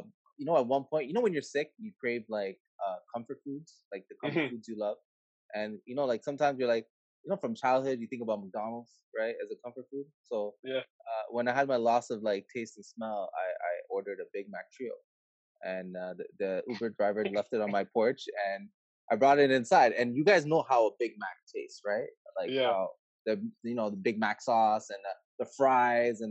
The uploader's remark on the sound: A live Zoom session.